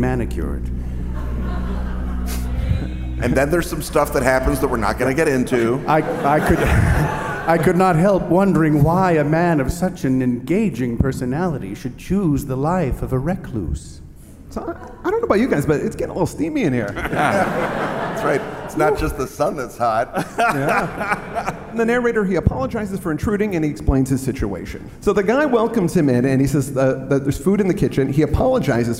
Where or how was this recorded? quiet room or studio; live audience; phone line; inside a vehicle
live audience